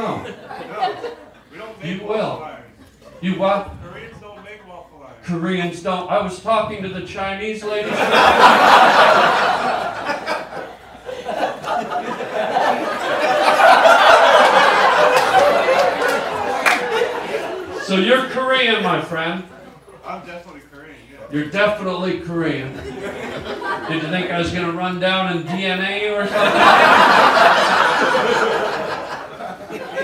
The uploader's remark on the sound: goes live on stage